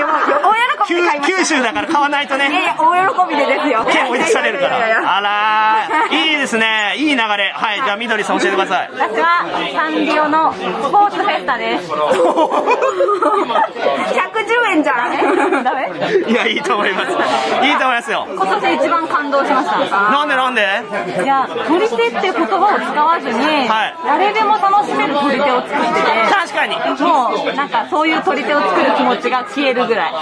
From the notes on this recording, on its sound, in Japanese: 店内収録のため、騒音雑音が激しく入っております。